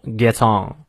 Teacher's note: 这里有个简单连读，get 后面是辅音 t 结尾，后面 on 元音开头，geton。我平时讲连读比较少，是因为你把元音辅音念准了，读快写自然就连读了哈。好，让我们来看一下其中的重读部分。相信你已经比较熟悉了。名形动复数要重读，the sun 重读，himself is weak 重读，when he firstrises，first 在这里要重读一下，刚开始